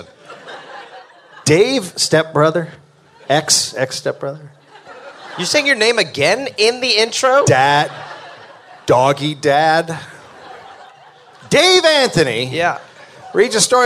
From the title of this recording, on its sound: Live in NYC